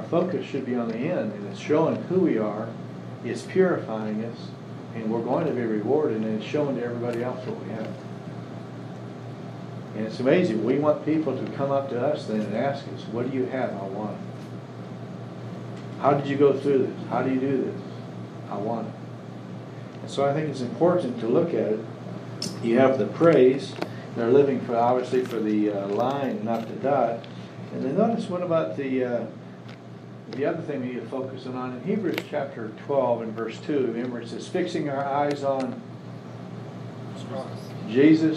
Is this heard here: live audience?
yes